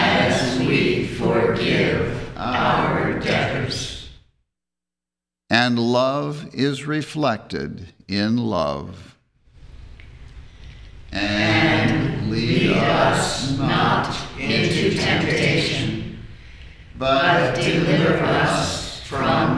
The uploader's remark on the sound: The Sunday service audio